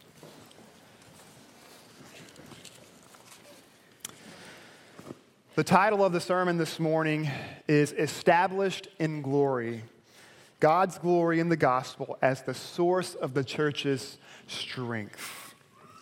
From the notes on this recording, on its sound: delivered at Perimeter Road Baptist Church.